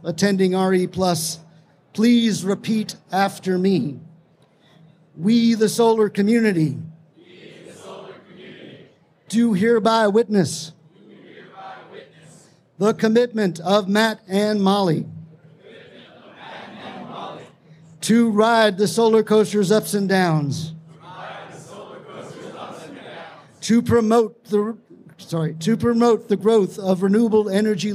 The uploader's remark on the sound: Let's Get Married at RE+ in Vegas (Live from Las Vegas). You’ll hear a live storytelling about two solar pros who decide to get married at a solar conference in Las Vegas.